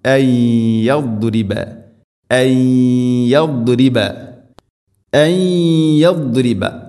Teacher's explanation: സാക്കിനായ നൂനിന് ശേഷം യാ ഇദ്ഗാം ബിഗുന്ന, നൂനിനെ യാഇലേക്ക് കൂട്ടിലയിപ്പിച്ച് മണിച്ചുകൊണ്ട് ഉച്ചരിക്കണം. ഐ യദ്രിബ ഐ യദ്രിബ ഐ യദ്രിബ, ദാദിൻ്റെ ഉച്ചാരണവും ശ്രദ്ധിക്കണം.